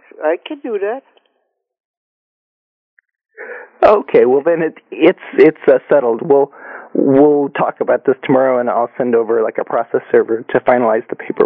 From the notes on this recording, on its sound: Prank Phone Calls